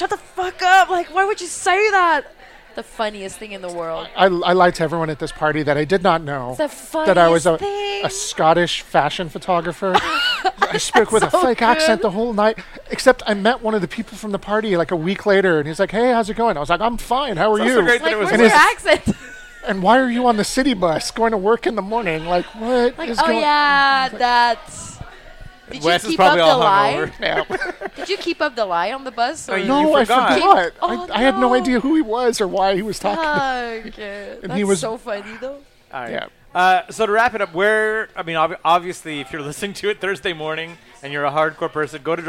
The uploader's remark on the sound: at the back of Grumpy’s to record this podcast